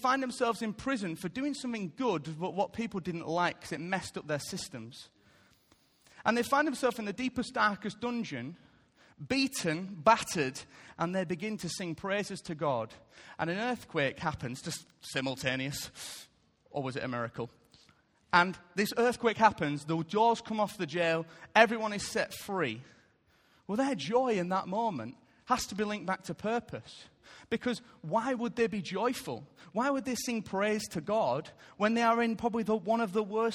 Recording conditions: large echoing room